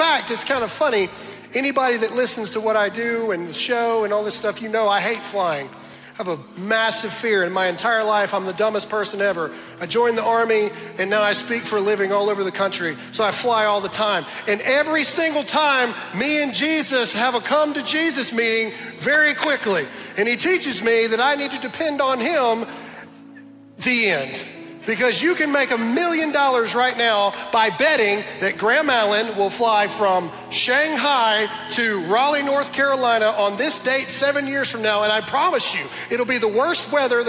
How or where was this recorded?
large echoing room